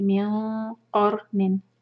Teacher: قاف کے لئے زبان تیار کریں گے اور نون چھپائیں گے · Term: اخفاء